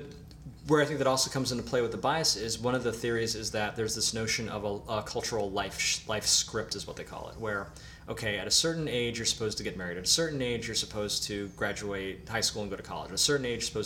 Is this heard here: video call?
no